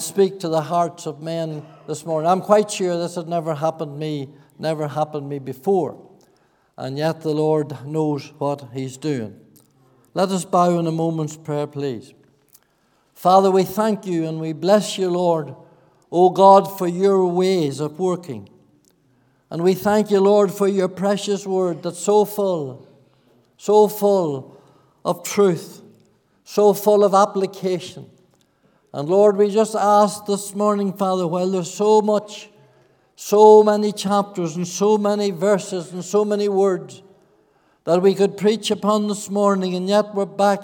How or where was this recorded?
large echoing room